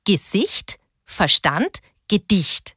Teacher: Wenn die erste Silbe unbetont ist und die zweite betont, spricht man von einem Jambus.